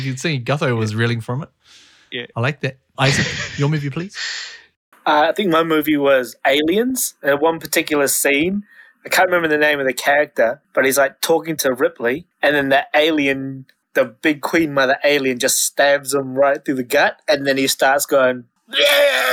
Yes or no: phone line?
no